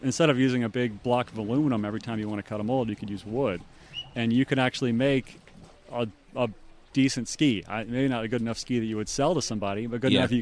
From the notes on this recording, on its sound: This was recorded at the Syndicate Hilltop Pro-Am Slalom Tournament.